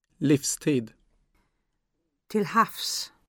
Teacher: V is pronounced as F